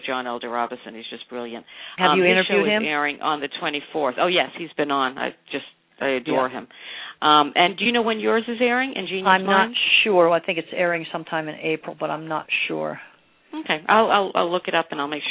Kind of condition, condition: link, phone line